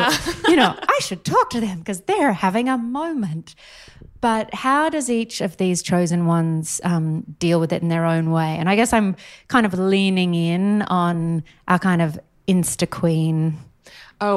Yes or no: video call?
no